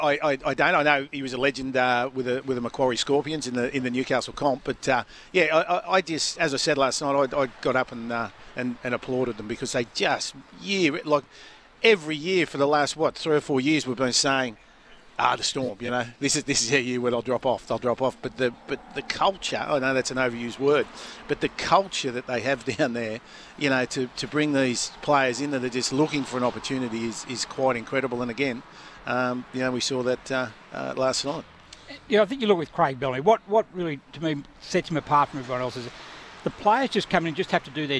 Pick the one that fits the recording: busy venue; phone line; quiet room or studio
busy venue